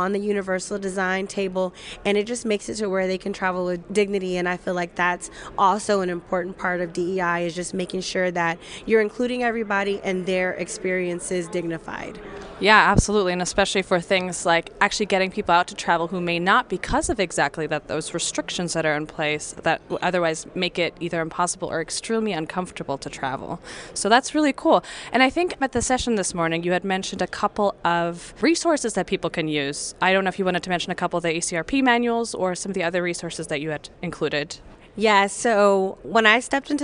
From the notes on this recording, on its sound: Live at Symposium 2023